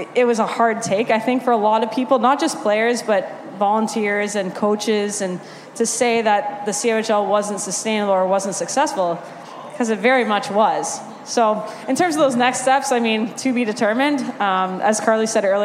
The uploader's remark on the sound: Audio from Puck Talks April 6 Canada-USA Women's World Championship event